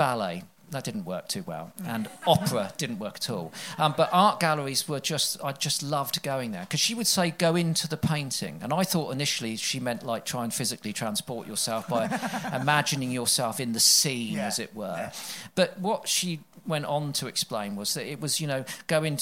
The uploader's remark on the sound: Plate Up! Live at COP26. Enjoy the full live recording.